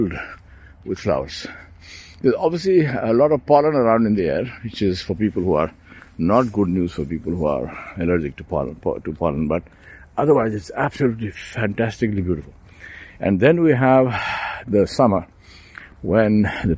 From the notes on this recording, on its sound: Out walking in Mittineague Park